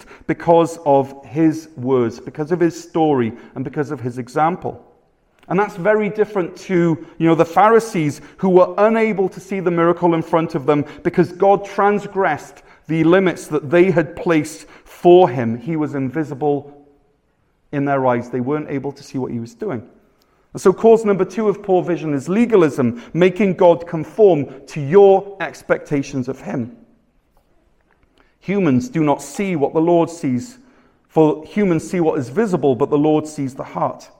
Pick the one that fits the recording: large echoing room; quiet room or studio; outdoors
large echoing room